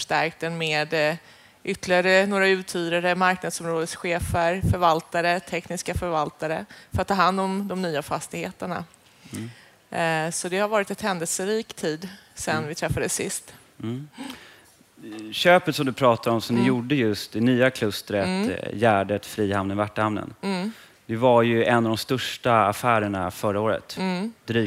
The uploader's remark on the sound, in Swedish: Fastighetspodden live från Business Arena